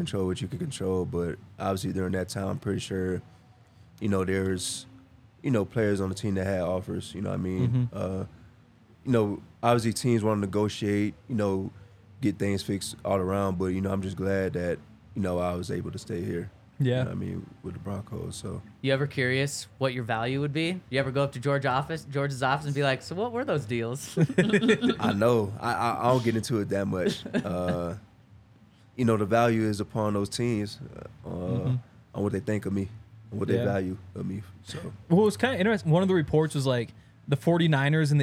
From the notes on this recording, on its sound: coming to you LIVE from the DNVR Bar